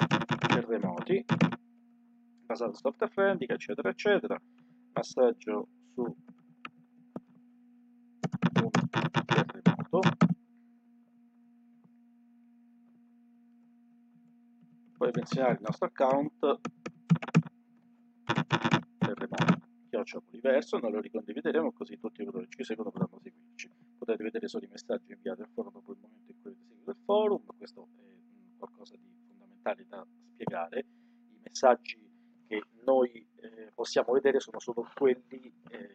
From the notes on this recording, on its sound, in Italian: Registrato con un audio pessimo.